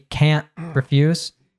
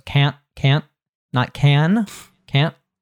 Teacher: We have the glottal T cut off at the back of the throat there. So it's can't, not can, can't.